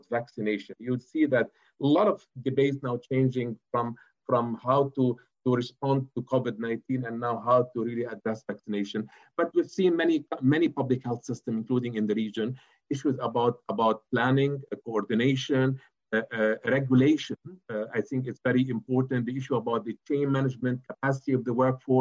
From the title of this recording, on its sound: Webinar recording